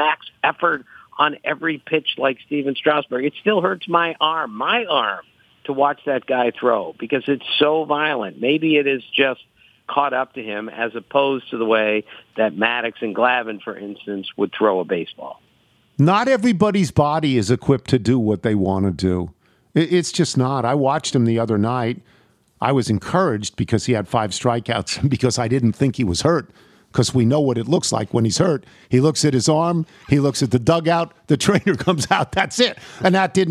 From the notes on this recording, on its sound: phones in from Brookline